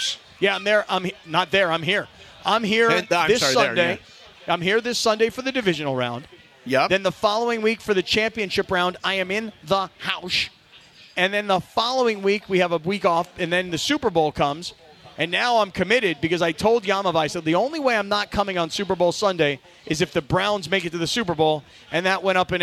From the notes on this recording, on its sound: We’re LIVE from Yaamava Resort & Casino at The 909 Sports Bar!